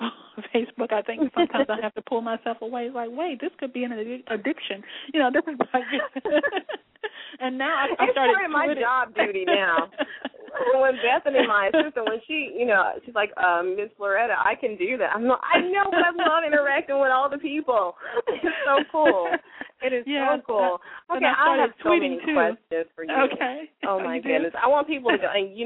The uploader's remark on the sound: LML uses a progressive live call in format to engage our listening audience.